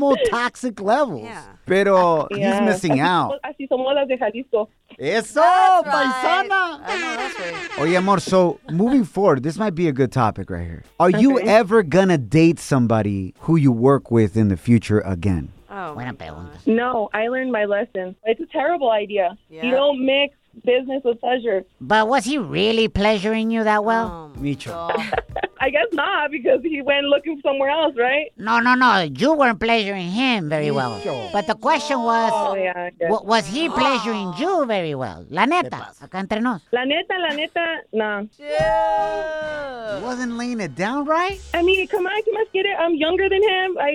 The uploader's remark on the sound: we opened up the phone lines